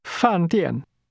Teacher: pronounced with two falling tones